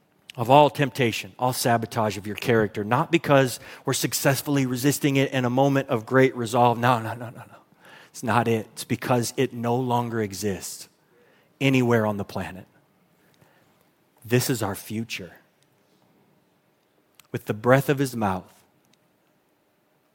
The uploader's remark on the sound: Recorded at Hope Church in Springfield, MO.